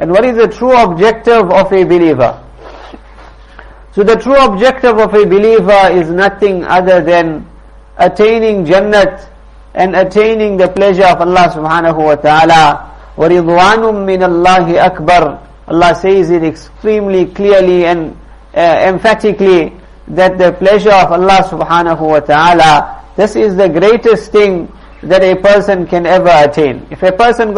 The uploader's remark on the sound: Jumuah lecture at Musalla Musab bin Umayr